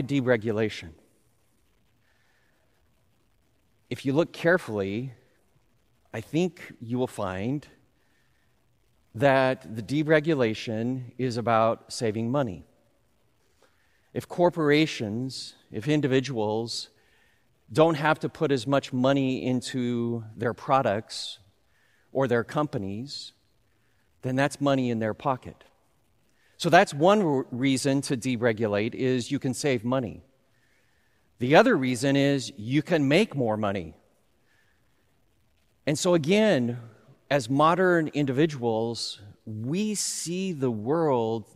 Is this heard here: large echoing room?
yes